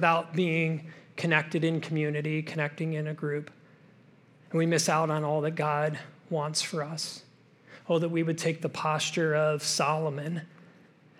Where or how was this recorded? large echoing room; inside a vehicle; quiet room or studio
large echoing room